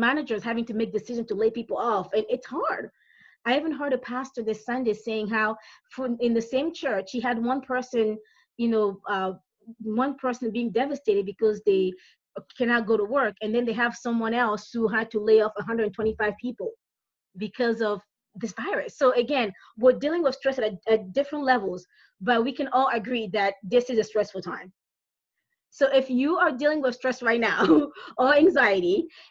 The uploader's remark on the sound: This is the audio recording of a webinar I held on 3/25/2020.